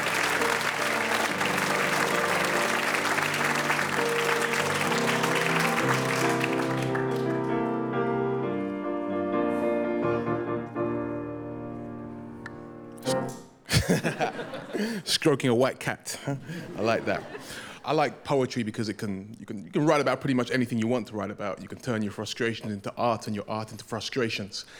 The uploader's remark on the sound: Live from BBC Radio theatre. I was invited to give a performance at the radio theatre alongside my fellow Radio 4 "Saturday Live" poets.